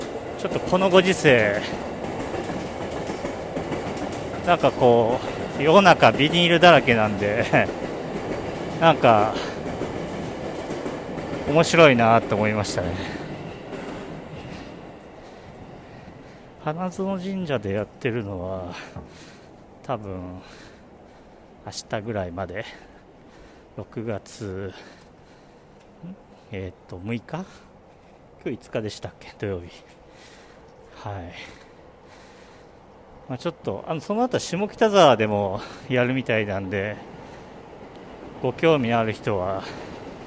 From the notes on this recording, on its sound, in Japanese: お散歩収録。夜の新宿を歩きながら収録しました。